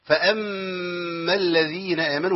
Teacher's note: ميم مشددة على طول من غير ما نفكر، هنركب غنة من الأنف، ميم عليها شدة نون عليها شدة من غير ما نفكر خالص.